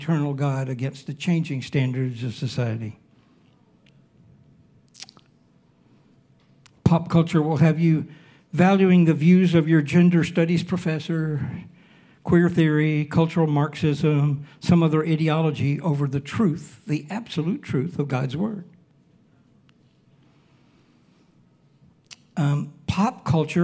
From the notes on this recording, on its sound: Recorded Sunday evening service at Reunion Hawaii